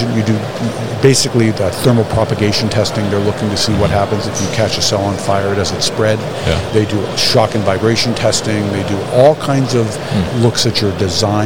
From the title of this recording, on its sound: Enersys at MODEX 2022